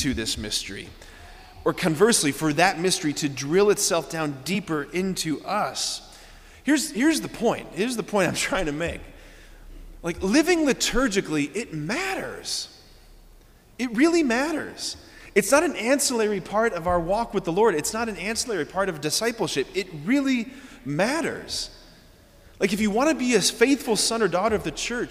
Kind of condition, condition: setting, large echoing room